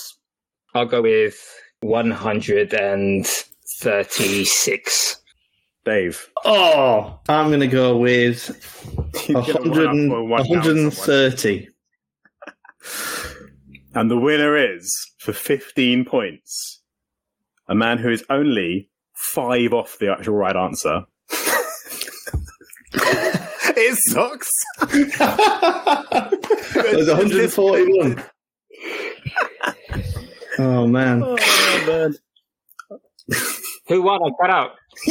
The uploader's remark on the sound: The quality of the actual audio - this week coming to you in a virtually unedited, raw and compressed format (due to technical difficulties).